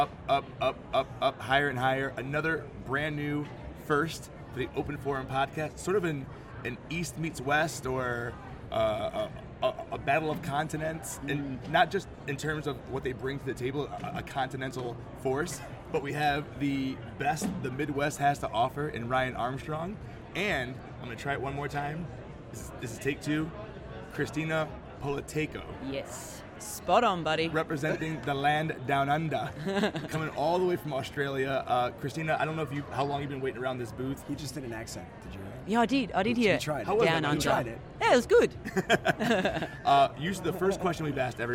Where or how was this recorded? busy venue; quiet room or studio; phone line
busy venue